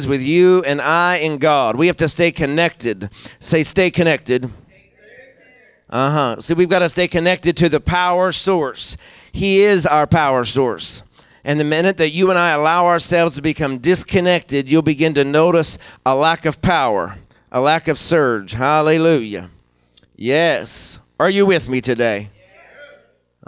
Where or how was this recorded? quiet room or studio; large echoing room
large echoing room